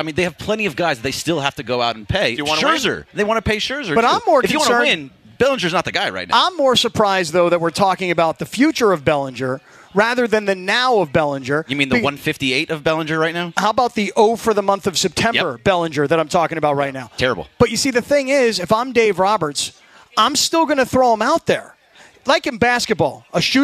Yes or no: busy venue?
yes